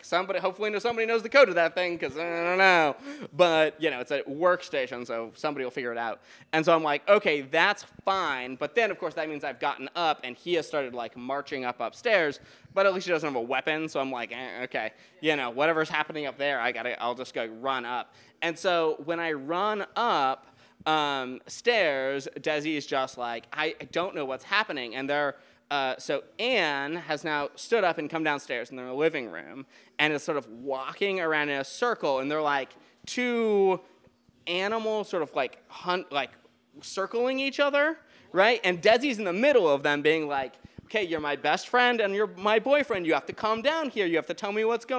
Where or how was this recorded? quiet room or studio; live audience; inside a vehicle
live audience